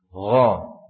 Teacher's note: Yang kedua ya, salah di dalam pengucapannya, yaitu menggunakan apa, menggunakan tenggorokan atau kerongkongan bagian atas atau sejajar seperti makhrajnya ghain ya, gho gho ya, gho.